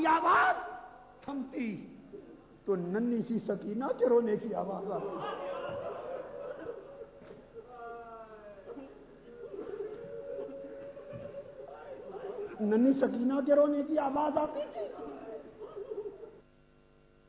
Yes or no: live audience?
yes